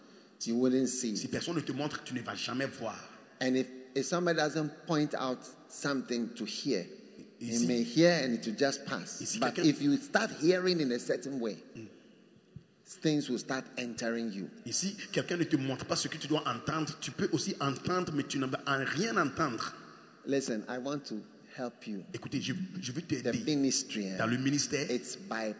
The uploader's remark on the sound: Preached at The Spirit Entered Into Me Conference, from 2nd November to 5th November, 2021 at The Qodesh, Accra-Ghana.